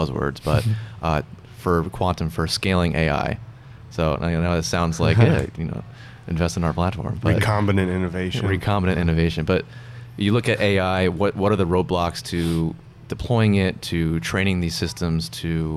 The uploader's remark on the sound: Live from San Francisco at the IBM Think 2019 conference